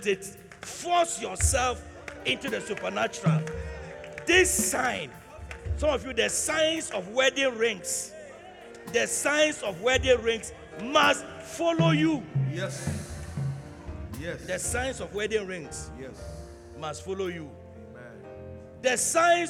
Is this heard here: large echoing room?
yes